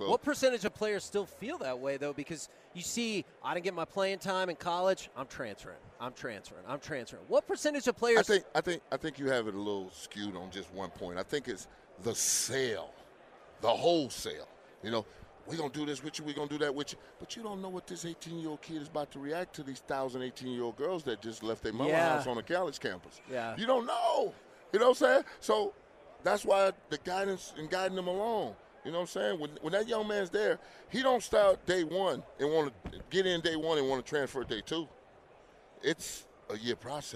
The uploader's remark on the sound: LIVE from Radio Row in Las Vegas!